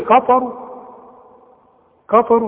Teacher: علشان فيها الراء، الراء مفخمة لانها مضمومة